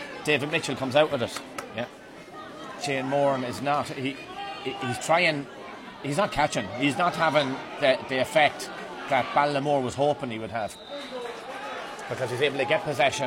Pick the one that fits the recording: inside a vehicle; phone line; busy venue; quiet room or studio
busy venue